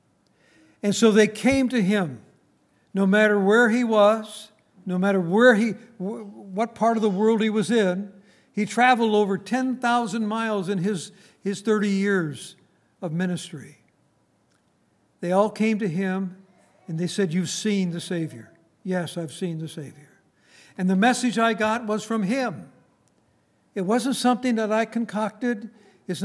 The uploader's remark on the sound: Recorded on April 28, 2019, at Grace Bible Fellowship in Front Royal, VA.